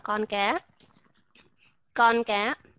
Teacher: âm cờ trong tiếng Việt chúng ta đọc những cái chữ như là con cá con cá các bạn không có nghe thấy cái sự thổi hơi ra